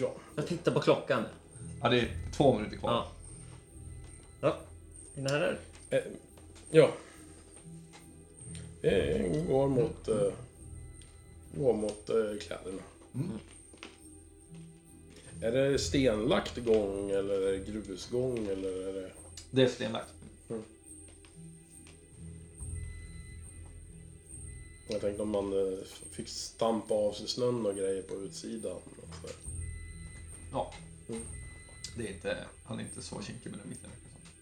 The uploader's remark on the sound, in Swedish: Vi ber om ursäkt för dåligt ljud, knaster, knaper, klick och hostningar.